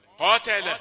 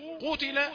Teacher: لما انضم الفم استدار كالخاتم فضيق مخرج هواء الزفير · Term: درجة ثالثة